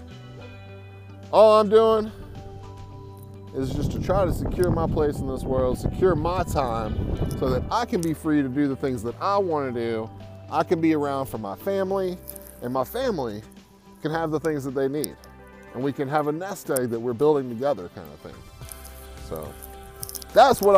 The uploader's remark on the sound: Today I am sitting by the river